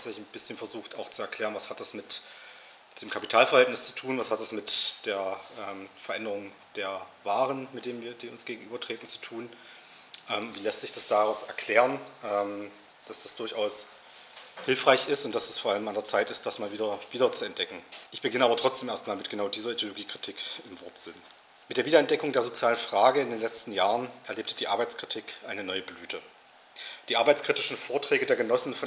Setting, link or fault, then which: setting, large echoing room